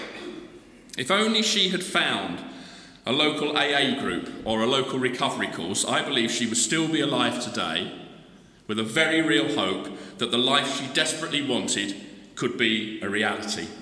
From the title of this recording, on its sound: The Recovery Course Conference Keynote Address